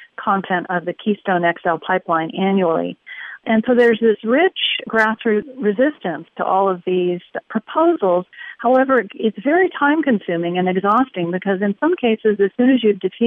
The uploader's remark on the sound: I want you to hear an extraordinary teleconference